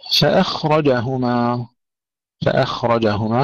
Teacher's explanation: فأخرجهما، فأخرجهما كثير من الأخطاء هنا تحدث، الهمزة يفخمونها، الخاء يقلقلونها، الراء يرققونها، فأخرجهما ترقق الهمزة وتسكن الخاء مع الرخاوة وتفخم الراء